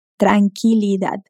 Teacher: La U de qui no se pronuncia y termina en de. Entonces, no le colocamos ninguna vocal.